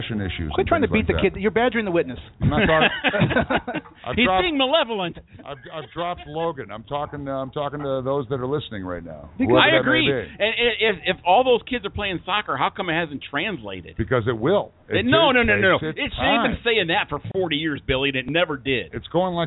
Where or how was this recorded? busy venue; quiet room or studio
busy venue